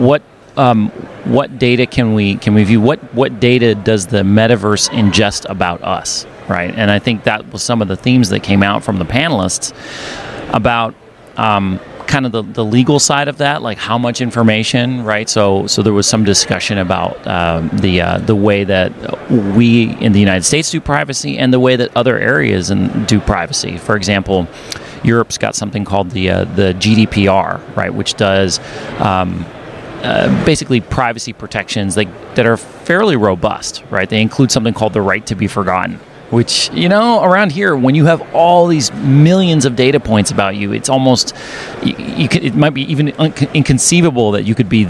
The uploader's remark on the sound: This podcast was recorded at GEOINT Symposium 2023 , hosted by the US Geospatial Intelligence Foundation, in St. This podcast was recorded at GEOINT Symposium 2023 , hosted by the US Geospatial Intelligence Foundation, in St.